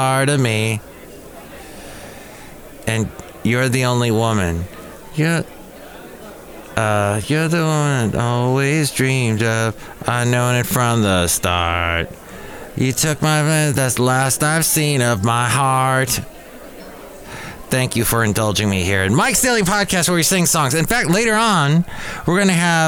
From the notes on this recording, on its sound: podcasts live from Café Anyway